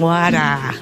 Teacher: Yeah, you do. You don't say R for anything. You run your words all together. · Term: wicked Boston accent